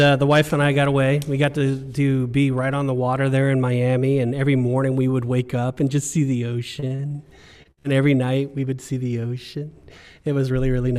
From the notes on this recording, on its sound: filmed live at Compass Community Church